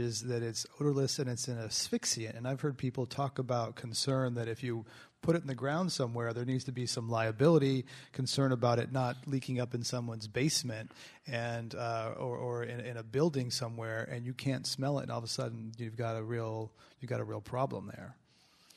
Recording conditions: live audience